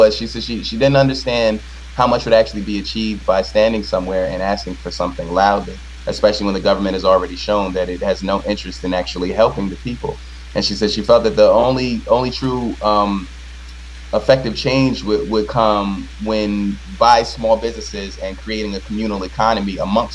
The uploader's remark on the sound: Live from Occupy Wall St. Zuccotti Park.